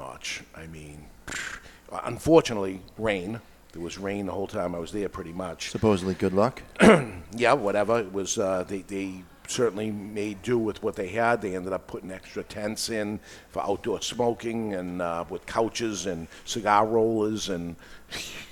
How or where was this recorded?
live audience